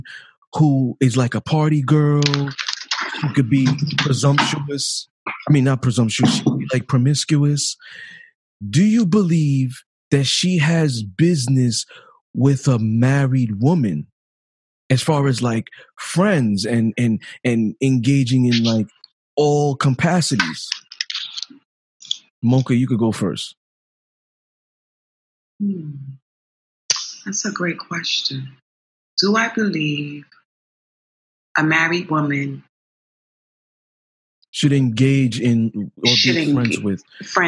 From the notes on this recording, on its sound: Zoom virtual book discussion.